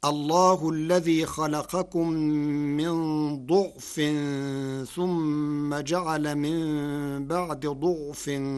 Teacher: قرأ ورش الكلمات الثلاثة بضم الضاد فتصير الله الذي خلقكم من ضعف ثم جعل من بعد ضعف قوة ثم جعل من بعد قوة ضعفا وشيبة، وهو مصدر.